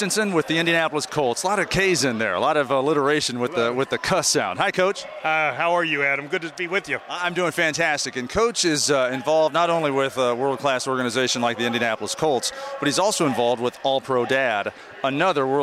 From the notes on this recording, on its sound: This episode comes to you live from the &#8220;All Pro Dad Father and Kid Experience&#8221; in Indianapolis with the NFL Colts. This episode comes to you live from the “All Pro Dad Father and Kid Experience” in Indianapolis with the NFL Colts.